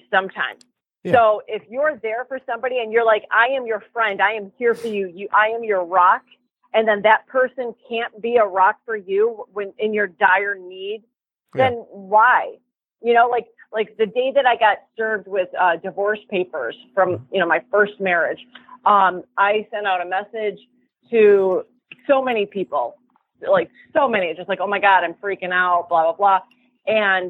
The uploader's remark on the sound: doing the show remotely via telephone